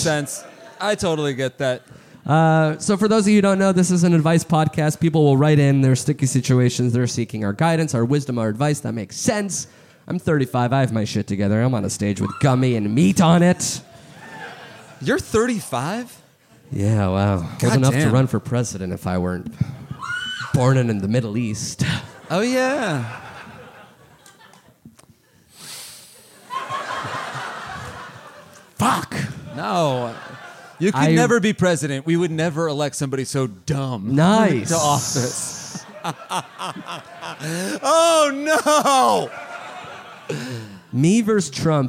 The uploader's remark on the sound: Live in Austin, TX! Live from SxSW.